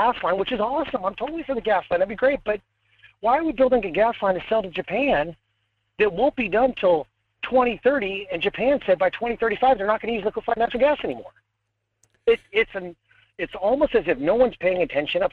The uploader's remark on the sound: open the phone lines and start taking calls